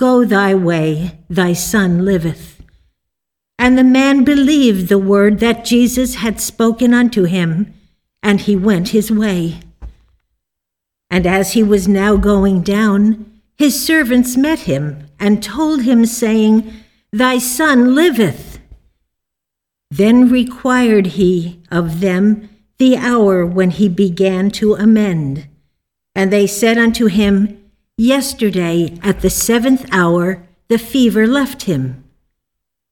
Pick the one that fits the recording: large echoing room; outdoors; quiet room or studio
large echoing room